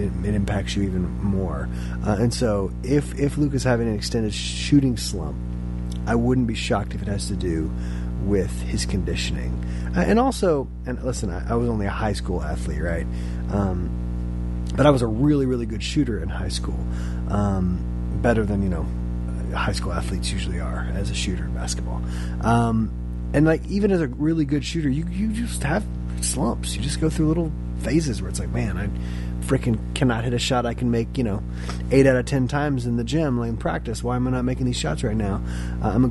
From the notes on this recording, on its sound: apologies for the background "hum"